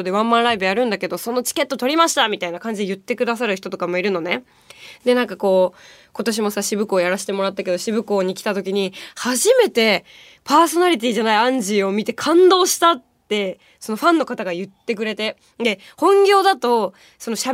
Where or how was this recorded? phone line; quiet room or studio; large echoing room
quiet room or studio